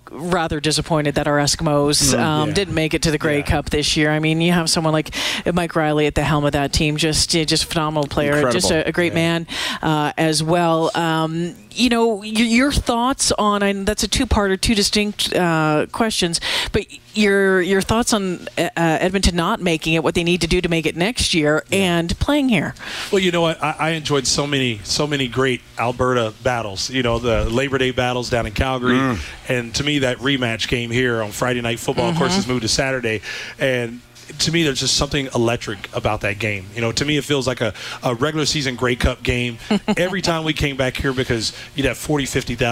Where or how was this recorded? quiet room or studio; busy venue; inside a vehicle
busy venue